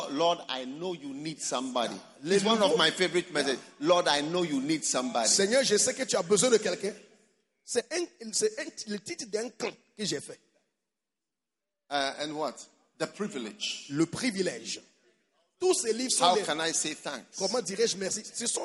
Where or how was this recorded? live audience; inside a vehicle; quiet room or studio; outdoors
live audience